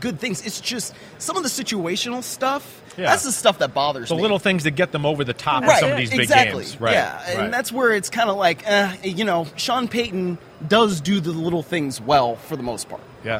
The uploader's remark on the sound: PFT Live from Super Bowl Media Week in Arizona